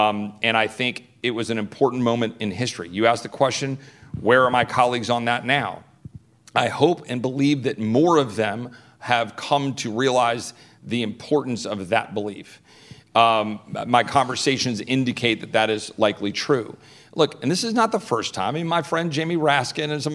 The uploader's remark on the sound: Live from the Texas Tribune Fest. A conversation before a live audience at the Texas Tribune Festival in Austin, TX.